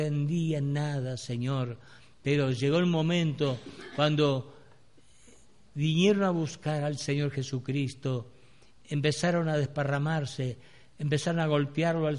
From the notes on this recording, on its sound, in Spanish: Grabado el 28-02-2016 en la Iglesia Del Camino